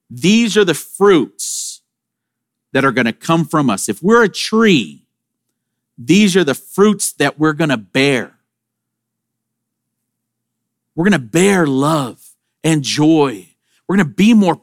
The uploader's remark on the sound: Sermon audio from Sunday, September 24, 2023.